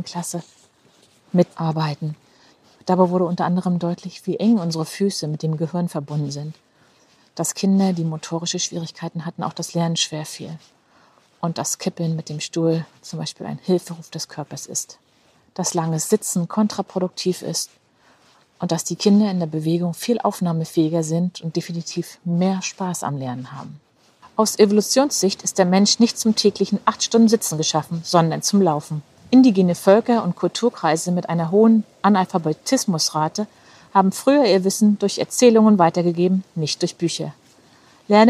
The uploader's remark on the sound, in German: In dieser Solo-Folge, die ich beim Spaziergang durchs Bahnhofsviertel in Rostock aufgenommen habe